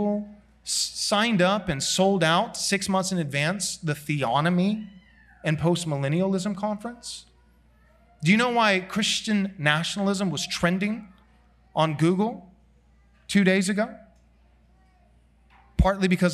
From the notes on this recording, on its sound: This sermon was preached at Covenant Bible Church